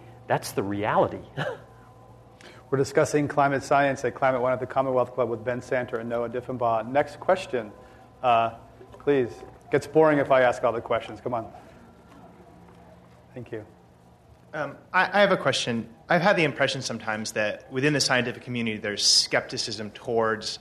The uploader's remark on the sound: This program was recorded in front of a live audience at The Commonwealth Club on November 3, 2010